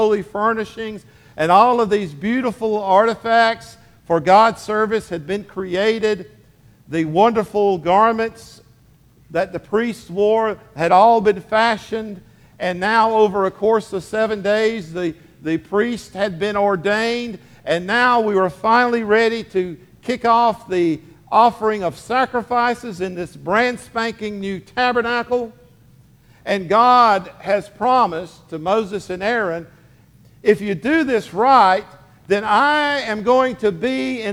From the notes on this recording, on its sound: Sermon delivered to Hillside Baptist Church in Eastman, GA on 10/15/23. Sermon delivered to Hillside Baptist Church in Eastman, GA.